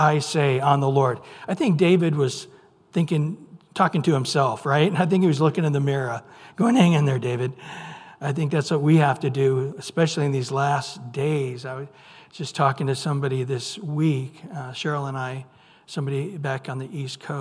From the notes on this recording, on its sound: Recorded at Calvary Chapel of Los Alamitos on May 24 2023 on Sunday Morning Sermon.